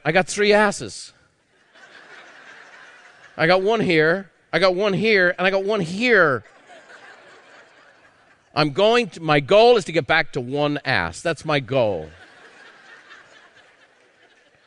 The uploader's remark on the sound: A live recording from Peak Experience.